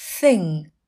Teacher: Âm t h ở từ này là phụ âm vô thanh voiceless consonant, nên khi phát âm chỉ tạo ra hơi gió.